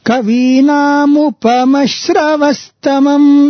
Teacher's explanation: mu goes up, that is Swarita, and then pa goes down, anudata, and then shra is again up, stressed up. Everything else is anudata.